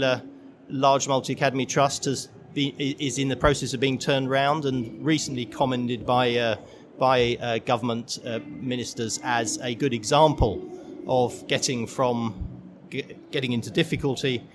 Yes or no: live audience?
yes